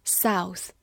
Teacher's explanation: 这里的 O U 字母组合发 Ow 这个音，注意嘴型一定要大而饱满